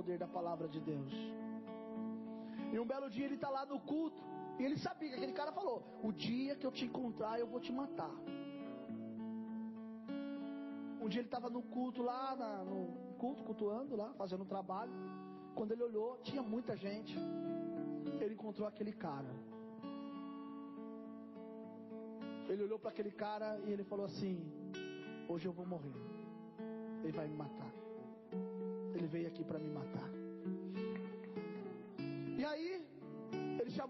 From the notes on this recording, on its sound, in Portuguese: Mensagem gravada em 23/04/2023 - Culto da Família